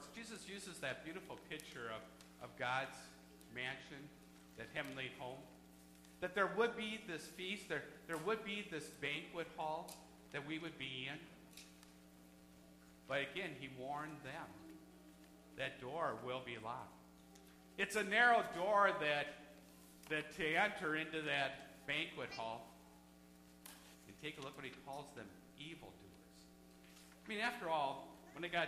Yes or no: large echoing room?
yes